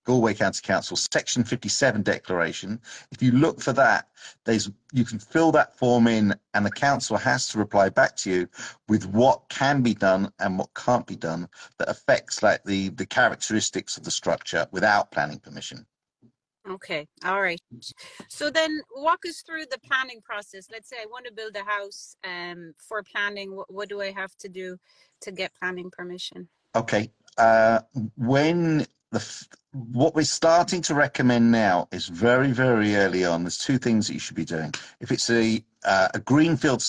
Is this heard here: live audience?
no